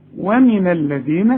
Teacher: لكن لازم تطلع لسانك في الذال